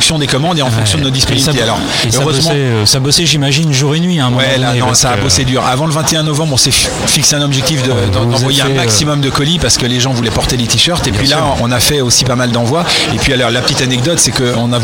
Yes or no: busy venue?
yes